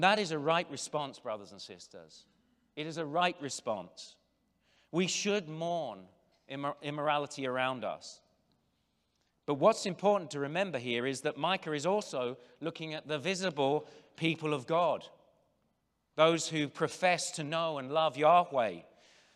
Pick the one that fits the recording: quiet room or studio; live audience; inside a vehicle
live audience